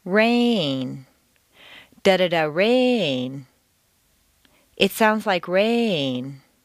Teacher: Make rain very musical and put it on two notes.